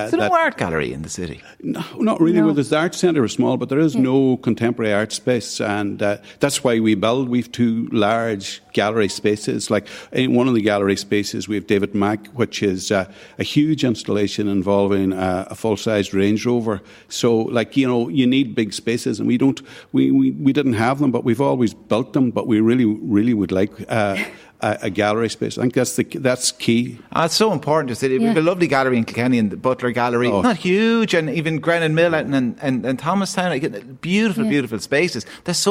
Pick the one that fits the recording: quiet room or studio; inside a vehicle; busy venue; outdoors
busy venue